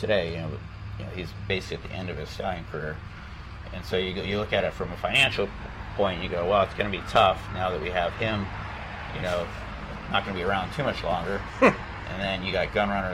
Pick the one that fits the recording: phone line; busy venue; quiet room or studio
busy venue